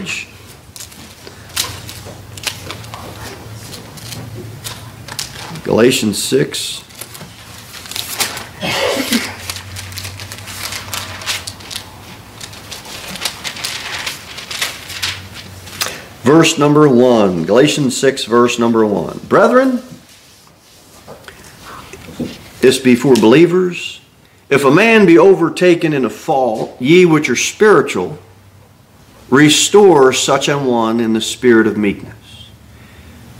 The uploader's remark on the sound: Sermon delivered at Pilgrim Baptist Church on Thursday, February 15, 2024, at 6-15 pm.